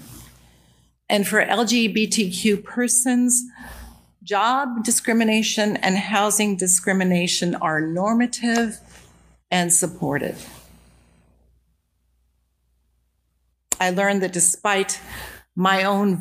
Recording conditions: large echoing room